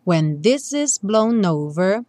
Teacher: o N do blown, já junta com o do over